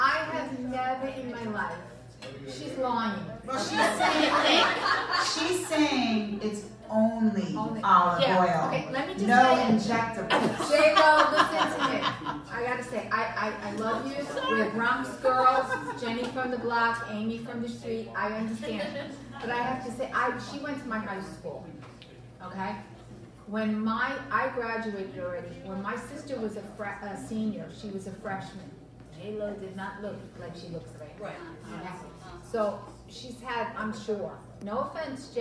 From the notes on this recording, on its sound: Farmers Table event. Broadcasting LIVE from Farmers Table in Boca Raton with Liquivida Lounge.